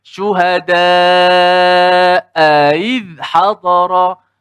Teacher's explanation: Ah, seperti orang maghribi umpamanya dia baca syuhada aiz hadara hamzah kedua ni tak jelas dia tak baca i dia baca ai · Term: tashil